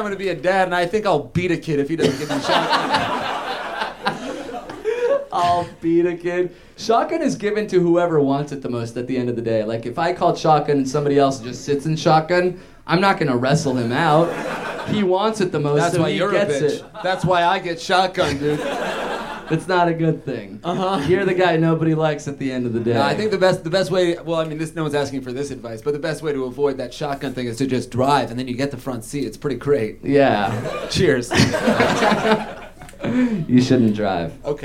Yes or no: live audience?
yes